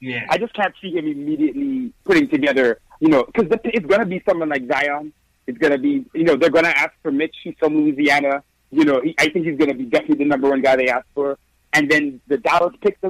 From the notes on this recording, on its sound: take live phone calls from fans around the world